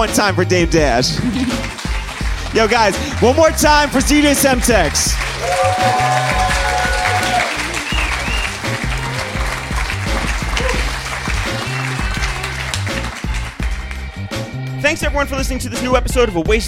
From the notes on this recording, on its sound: LIVE in London, England in front of a sold-out crowd at the Hoxton Sq. Bar & Kitchen.